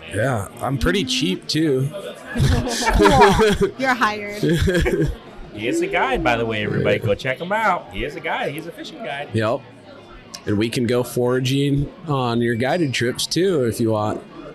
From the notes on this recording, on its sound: on location at Lucky Horse Beer and Burgers